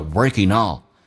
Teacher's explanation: 以 ing 结尾可以把 g 去掉，用 in 跟 all 形成一个连音